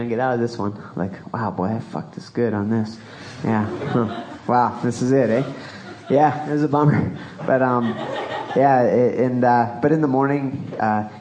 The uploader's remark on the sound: LIVE ENORMOCAST! I post up a virtually unedited recording of the very first Live Enormocast. Recorded Saturday morning, April 27th at Steve’s Guitars in Carbondale, and during the 5Point Film Festival.